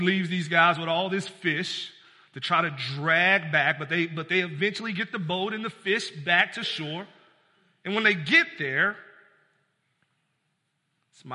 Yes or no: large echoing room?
yes